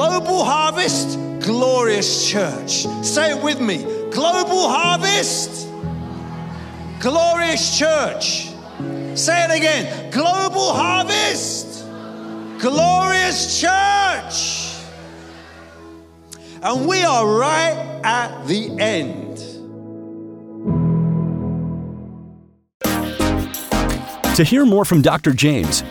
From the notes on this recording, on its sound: preaching at a Church in Thailand